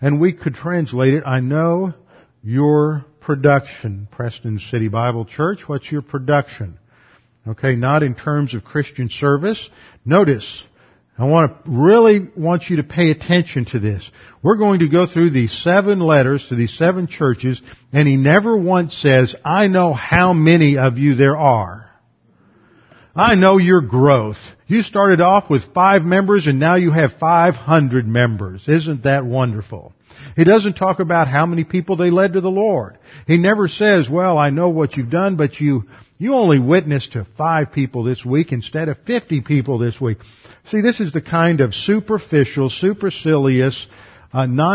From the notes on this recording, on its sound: Revelation class taught at Preston City Bible Church before moving to West Houston Bible Church.